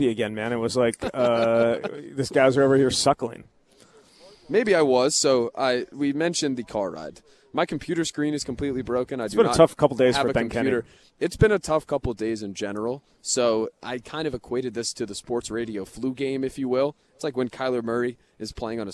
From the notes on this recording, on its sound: Live from Big Ten Media Days in Indianapolis.